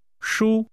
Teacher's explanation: Comfortable is pronounced with a high level tone.